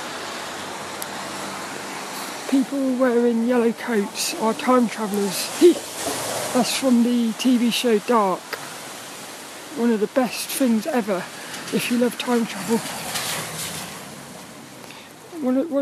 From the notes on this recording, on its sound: This 'About The Tings' episode was a walk and talk in the wet windy weather.